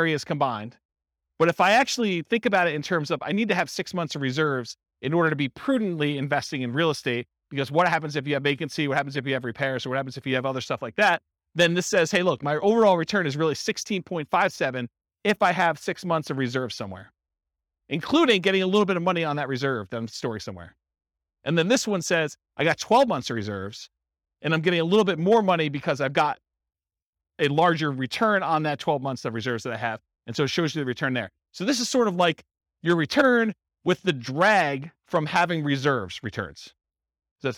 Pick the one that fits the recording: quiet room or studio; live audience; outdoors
live audience